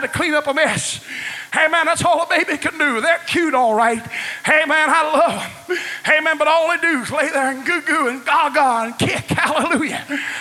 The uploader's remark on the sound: was preached at First Apostolic Church in North Vernon, IN, January 3, 1993.